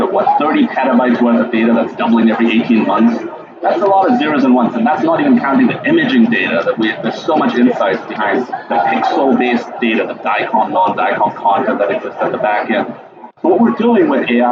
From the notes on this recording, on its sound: at The HIMSS18 Conference